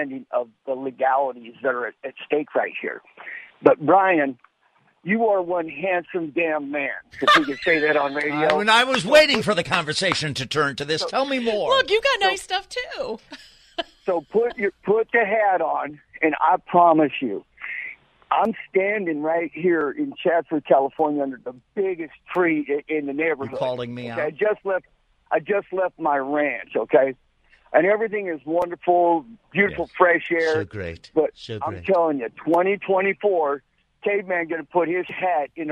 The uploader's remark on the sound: Open the phones to hear what our listeners think of the election.